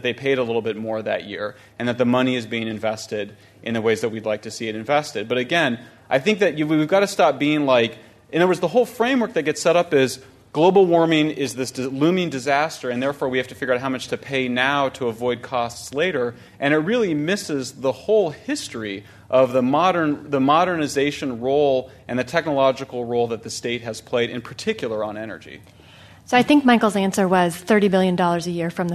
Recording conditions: live audience